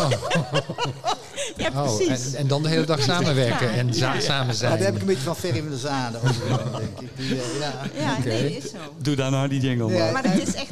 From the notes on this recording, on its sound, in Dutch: Live in de LocHal.